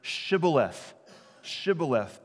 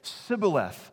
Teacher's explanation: they couldn't make the SH sound, and they would just say Sibboleth